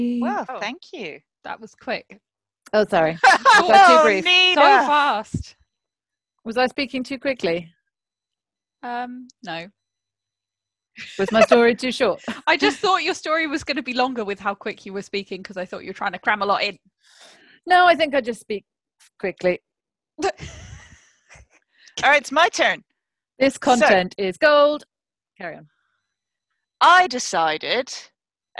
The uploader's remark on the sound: This episode was recorded via Zoom due to lockdown